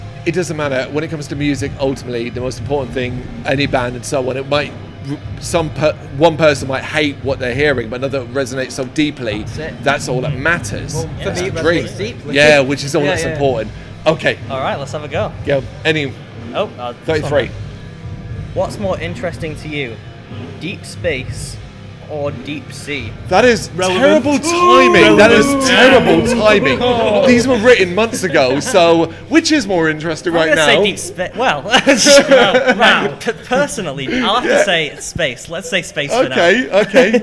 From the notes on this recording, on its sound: Live From AoniaFest V. Live at the festival.